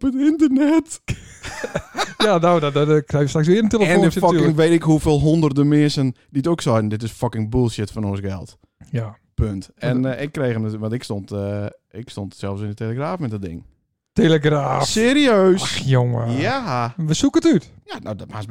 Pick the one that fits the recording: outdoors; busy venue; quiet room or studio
quiet room or studio